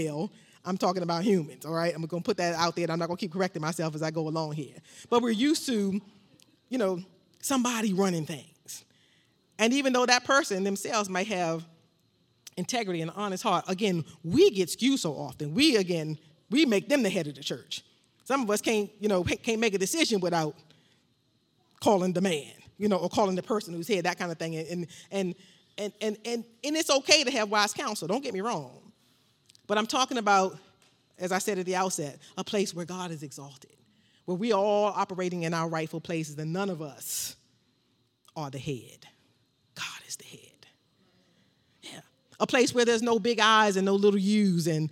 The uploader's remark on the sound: This sermon was recorded live on Sunday, October 10th, 2021 at Newark United Pentecostal Church.